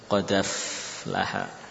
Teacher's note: Hamzahnya hilang. Tadi harokat fathahnya pindah ke dal. Qad af menjadi qadaf laha. · Term: naql